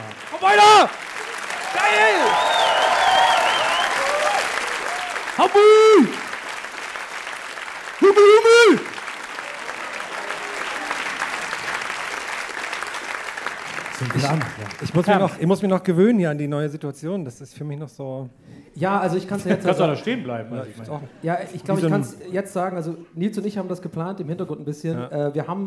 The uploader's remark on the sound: (Live). Bevor es in eine kurze Goldener-Herbst-Pause geht, gibt es noch mal diesen Audiobesuch in Hamburg. Live in Hamburg.